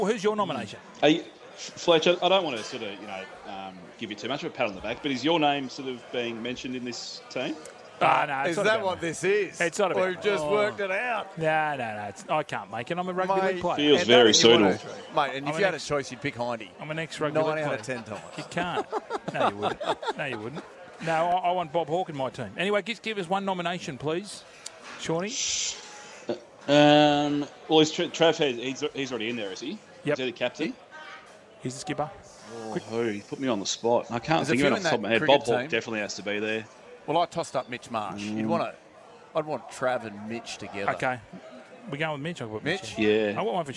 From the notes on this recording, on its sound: live from The Sporting Globe